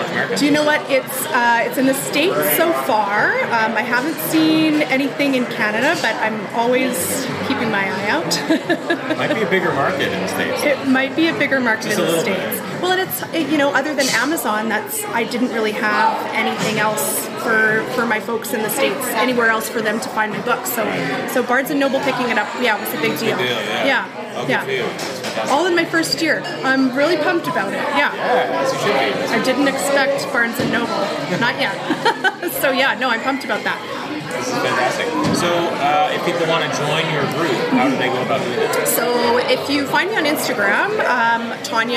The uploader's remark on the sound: Unfortunately, our recording location at the Beanery Café in Summerland was a little on the noisy side so the audio quality is a little less than stellar for this podcast.